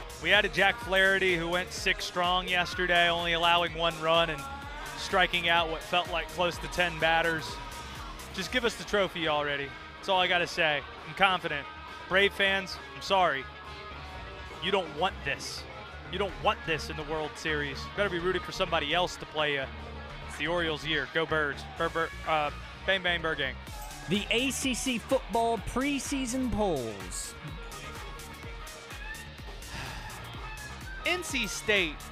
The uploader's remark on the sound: live from the Wyndham Championship